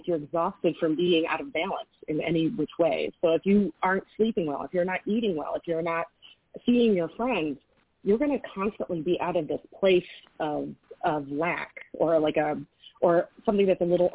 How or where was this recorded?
phone line